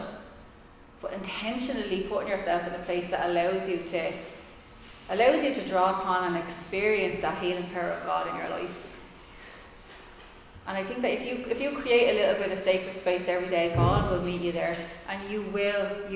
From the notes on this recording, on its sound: Recorded live in Liberty Church on 29 August 2021